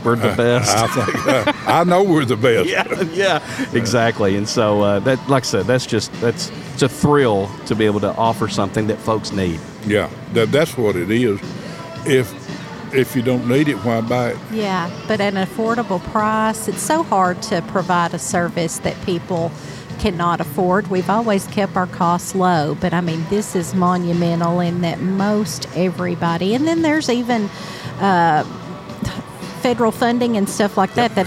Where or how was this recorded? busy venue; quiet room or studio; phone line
busy venue